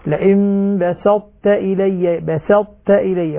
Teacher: يبقى من الطاء صفة الإطباق، صفة الاستعلاء موجودة، لكن تذهب صفة القلقلة